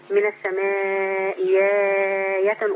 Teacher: من السماء آية. احنا نبدل الآية الهمزة الثانية ياء مفتوحة · Term: البدل